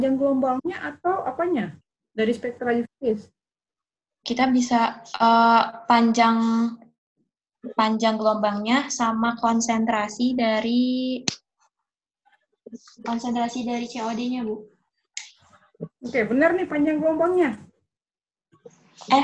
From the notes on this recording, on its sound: Zoom Meeting